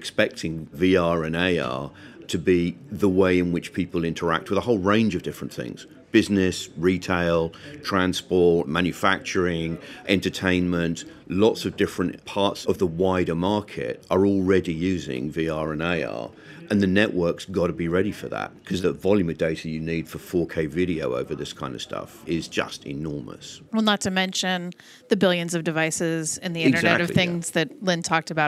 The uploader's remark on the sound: live from Mobile World Congress, 2017